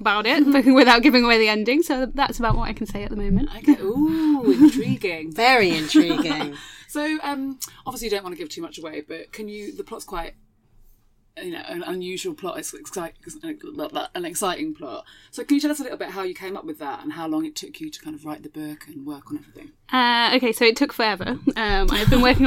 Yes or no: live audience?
no